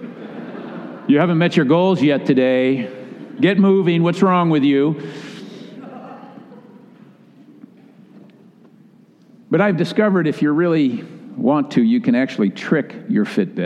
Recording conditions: large echoing room